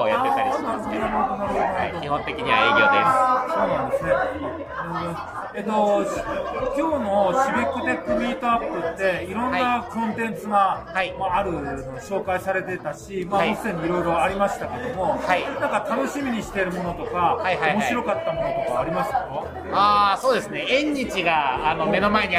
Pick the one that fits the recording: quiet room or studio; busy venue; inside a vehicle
busy venue